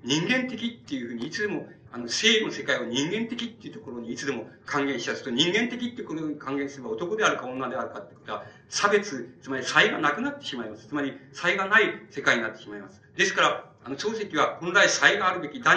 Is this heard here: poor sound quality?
yes